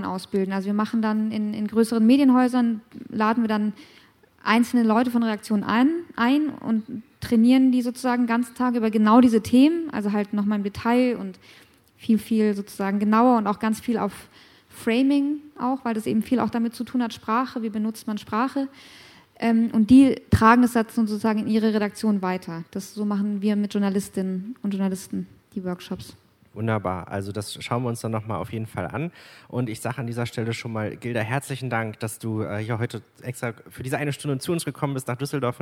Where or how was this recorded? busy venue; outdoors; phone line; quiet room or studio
busy venue